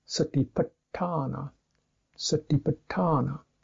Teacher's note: But satiput, but the garu syllable lingering on the two T's, retroflex T's, means you get a longer syllable.